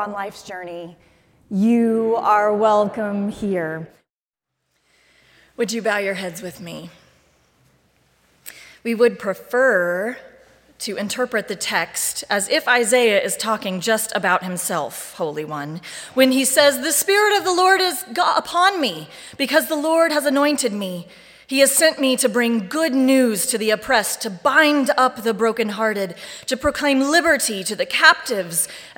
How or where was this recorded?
large echoing room